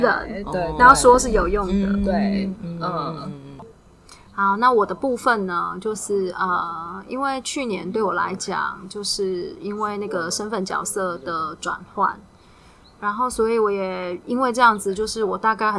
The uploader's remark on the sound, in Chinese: 是我們第一次在戶外錄音。很多的環境音：鳥鳴聲、隔壁桌講話、工程噪音什麼的都被錄進來了。但也因為這樣，是現場感十足的一集，雖然有些噪音，但人在view很好的戶外，邊泡茶邊錄podcast，非常流動，。